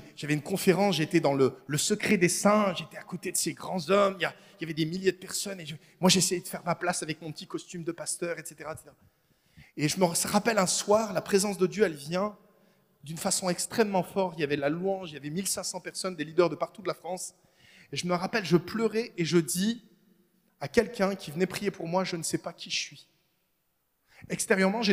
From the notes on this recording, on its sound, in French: Enregistré à l'église CVV, le 27/11/2022